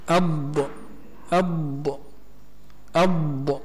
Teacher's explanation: حرف الضاد مخرجه من حافة اللسان مع ما يوليه من الضراس العليا